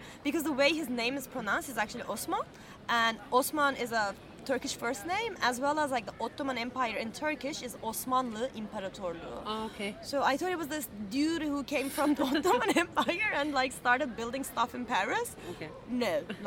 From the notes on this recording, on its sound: We recorded this episode on 24 September 2023, at Jardin du Luxembourg. We recorded this episode on 24 September 2023, at Jardin du Luxembourg.